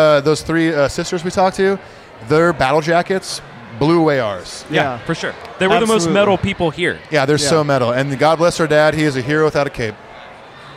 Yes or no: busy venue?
yes